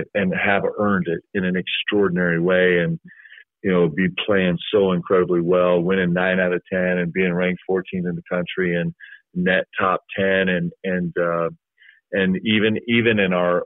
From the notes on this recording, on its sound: spoke with the media via a teleconference